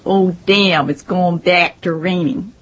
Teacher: Midwesterners nasalize their vowels. · Term: nasal quality